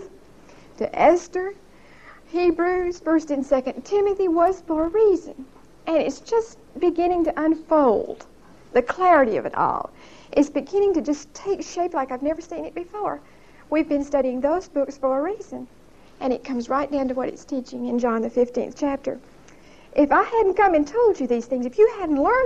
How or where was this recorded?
large echoing room